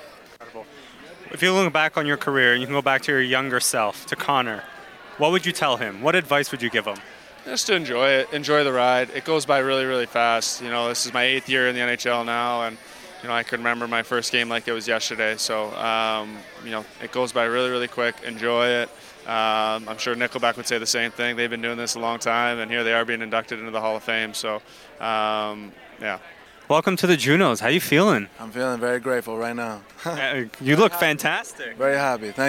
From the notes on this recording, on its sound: Episode filmed live from the Red Carpet at the JUNO Awards! Studio: Startwell Studios.